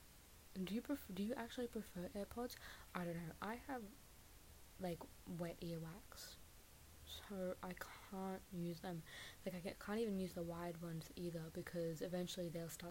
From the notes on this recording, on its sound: The audio is quite soft, but I hope to fix this in future and properly edit podcasts as I continue producing them.